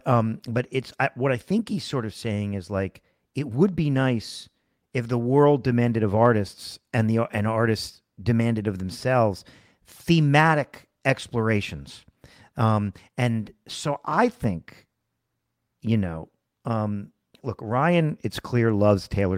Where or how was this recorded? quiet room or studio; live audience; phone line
quiet room or studio